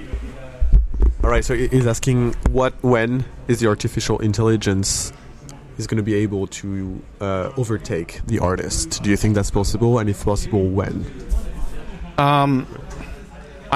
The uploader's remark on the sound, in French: En direct du Metaverse Entertainment World Summit (MEWS) Monaco